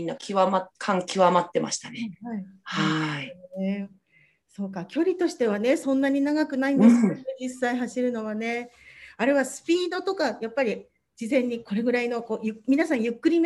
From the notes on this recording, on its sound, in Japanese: Zoomでお話を聞きました